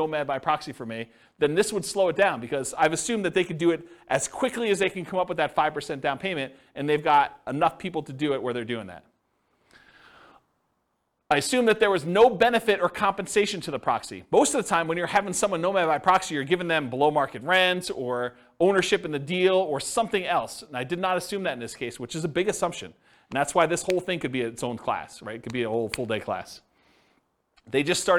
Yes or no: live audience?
yes